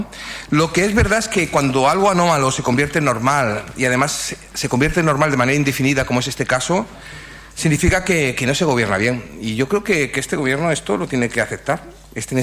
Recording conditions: large echoing room